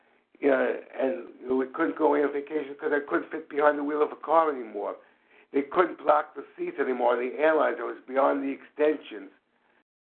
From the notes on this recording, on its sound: from the 100 Pounders Phone Meeting, 2/26/23